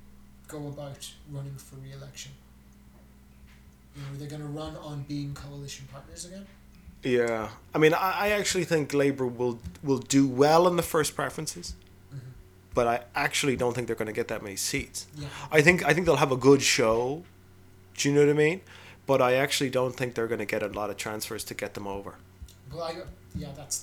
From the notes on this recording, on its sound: the audio for this episode requires everyone to turn up the volume, we apologise for any inconvenience caused!